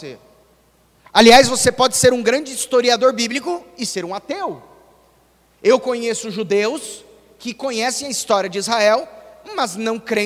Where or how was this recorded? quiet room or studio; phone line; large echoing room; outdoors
large echoing room